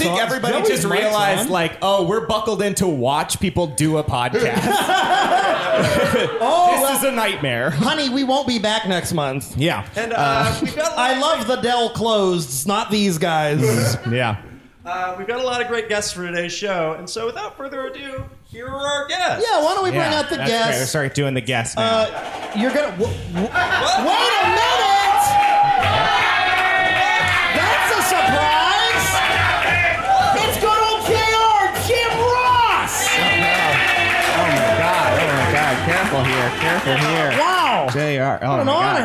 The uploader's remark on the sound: YSLW LIVE! It’s the first LIVE edition of You Should Love Wrestling, emanating from the Pack Theater in Los Angeles!